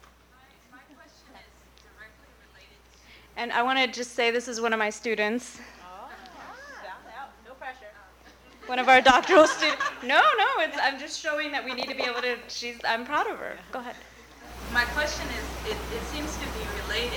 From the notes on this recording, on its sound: 1st Annual Co-Ed Iftar & Qiyam. During the banquet portion of the night, the floor was opened to a Q&A discussion circle, giving the men and women in attendance a chance to speak to the group.